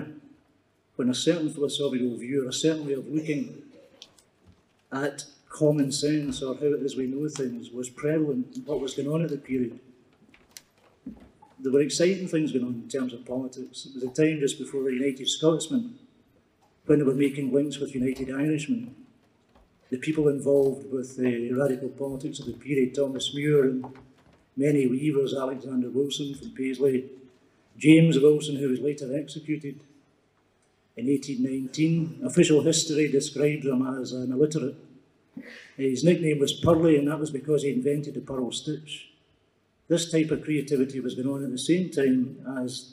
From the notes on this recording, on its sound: The keynote address at the Self-Determination and Power Conference in Glasgow, Scotland. The Self-Determination and Power Conference was organized by an alliance of the Free University of Glasgow, the Edinburgh Review.